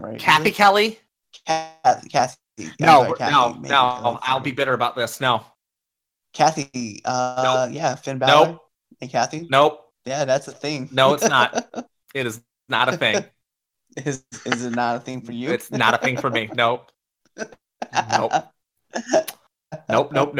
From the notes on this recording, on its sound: Comcast decided that the exact time we were recording, they would have issues… Not before, Not after… DURING! The quality was just not there. We lost over 45 minutes worth of recording, so if it jumps from place to place.